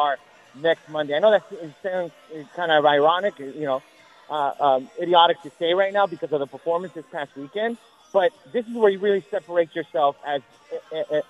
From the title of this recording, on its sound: LOCKER ROOM SOUND